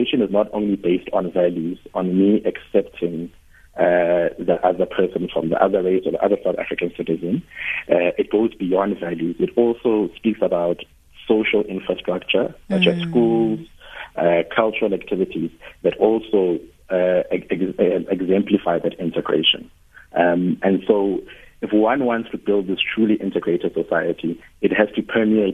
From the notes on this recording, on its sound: Guest (phone).